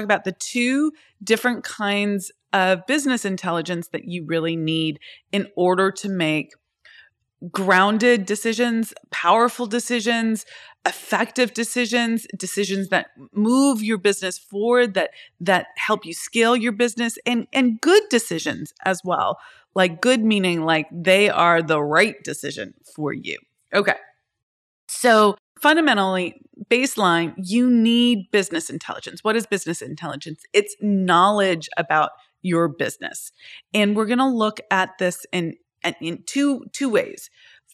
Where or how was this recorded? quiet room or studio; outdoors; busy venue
quiet room or studio